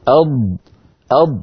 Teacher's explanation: الضاد تخرج من حافة اللسان يعني لما هذا اللسان لما يقول الإنسان أض فيقرع بلسانه غار